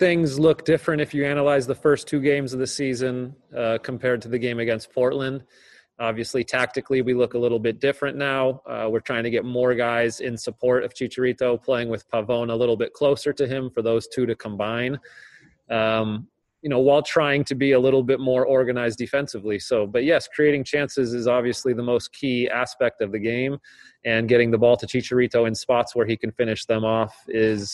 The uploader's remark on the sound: LA Galaxy Press Conference.